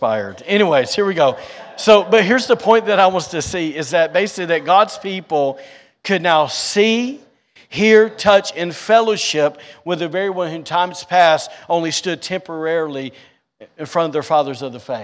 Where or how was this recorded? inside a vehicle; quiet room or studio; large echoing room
large echoing room